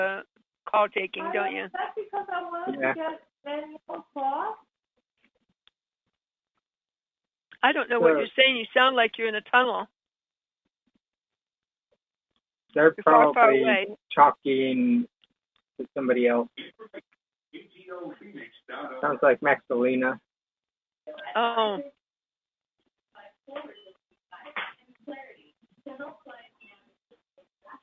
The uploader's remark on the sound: Conference Call LIVE, April 4, 2022